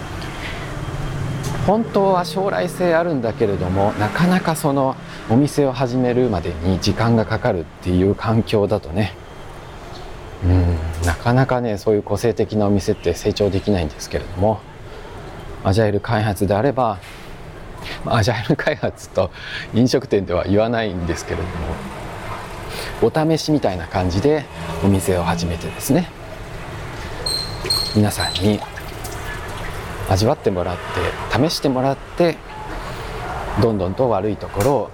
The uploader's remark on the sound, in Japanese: 台北MRT松山新店線の「台電大樓」駅付近を歩きながら。プロにはかなわないが、音質は改善を試みてきた。